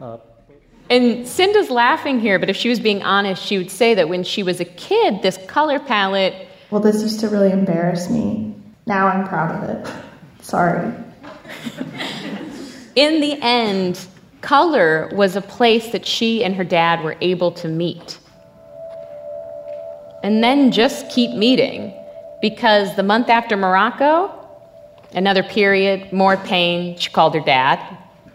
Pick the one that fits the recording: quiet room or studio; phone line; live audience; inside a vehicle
live audience